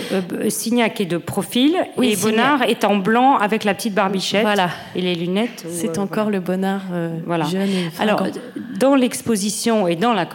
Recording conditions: live audience